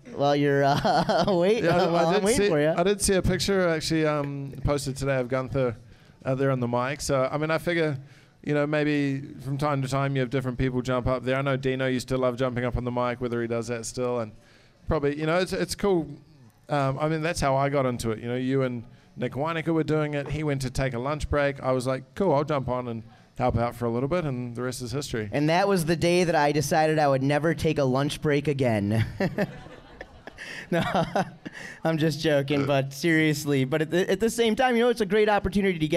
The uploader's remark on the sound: Live at Performance Ski & Surf. In front of a live audience. During registration for the 2017 Nautique Wake Open, presented by Rockstar Energy.